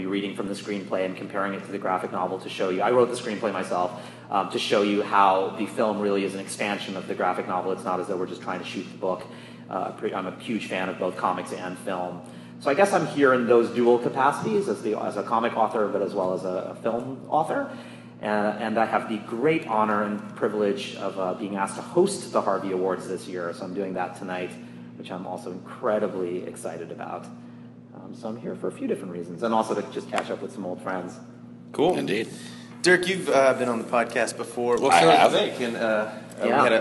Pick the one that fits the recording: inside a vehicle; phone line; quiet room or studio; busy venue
busy venue